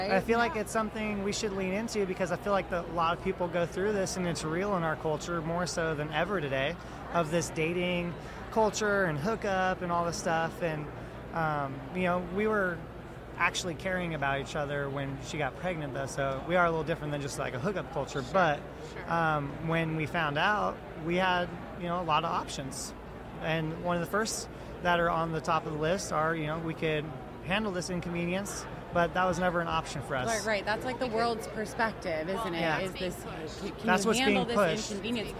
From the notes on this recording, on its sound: Podcast at AmFest.